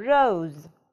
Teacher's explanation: Буква O будет читаться как дифтонг O.